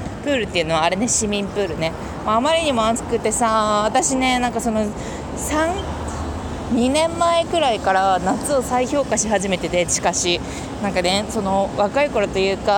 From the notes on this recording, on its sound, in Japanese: あつすぎて歩きながら話しながら溶けながら。